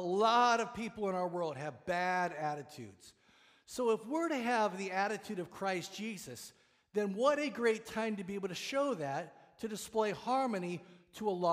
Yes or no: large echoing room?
yes